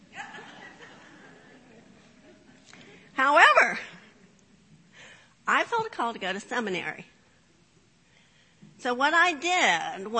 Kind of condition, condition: setting, large echoing room